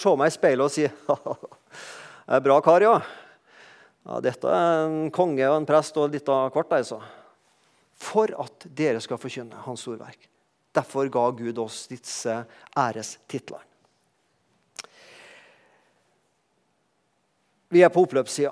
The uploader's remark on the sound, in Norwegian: talte på gudstjenestei Misjonshuset